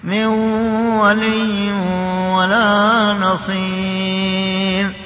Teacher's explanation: الإضغام الناقص هو الذي يكون بغنة من ولي ولا نصير، من ولي اسمها نون مع الواو، أضغمنا النون في الواو مع الغنة مع بقايا صفة النون، ما إن محت كلها أضغم ذاتها وبقي صفتها فيسمى ناقص. · Term: إضغام ناقص